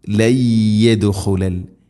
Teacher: സാക്കിന നൂന് ശേഷം യാ, നൂനിനെ യായിലേക്ക് കൂട്ടി ലയിപ്പിച്ച് മണിച്ചുകൊണ്ട് ഉച്ചരിക്കണം · Term: ഇദ്ഗാം ബിഗുന്ന